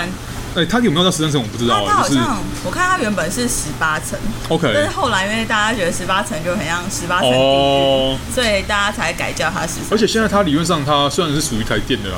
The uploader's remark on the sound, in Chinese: 錄音地點： 瑞麟美而美大直店